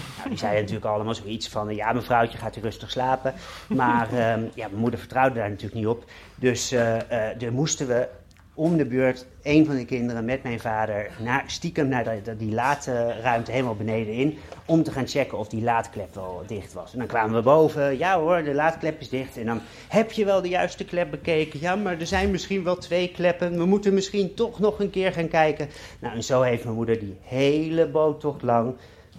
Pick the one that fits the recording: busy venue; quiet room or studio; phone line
busy venue